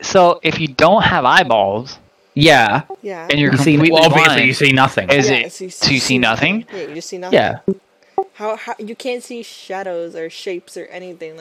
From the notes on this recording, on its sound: Apologies for the obvious discord noises and slight echo, haha! The recording picked up more than we thought.